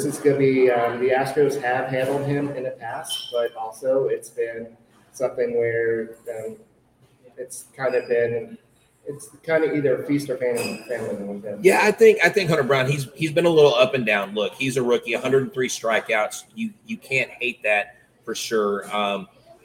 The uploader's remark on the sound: a live Locked On Astros podcast broadcasting from Hooters of Pearland